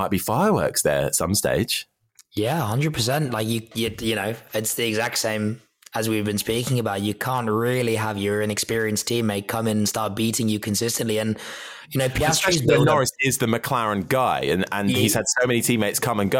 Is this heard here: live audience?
no